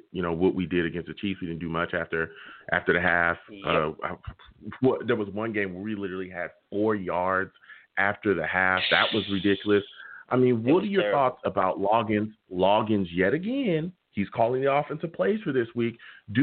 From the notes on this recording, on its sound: We’ll also take live callers!